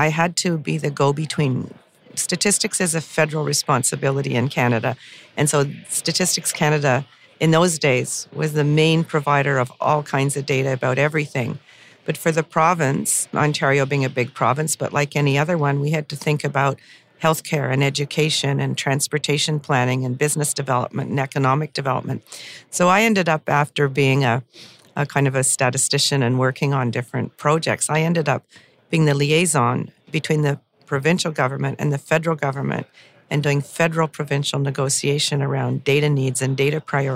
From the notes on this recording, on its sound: Recorded at the Toronto Real Estate Forum